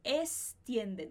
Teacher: algumas pessoas na Espanha podem pronunciar como extienden, como se o X fosse um S